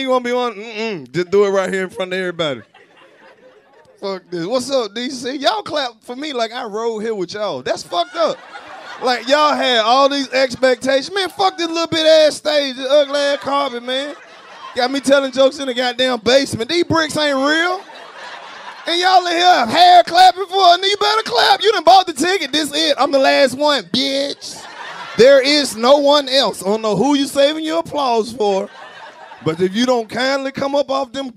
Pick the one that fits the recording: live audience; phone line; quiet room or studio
live audience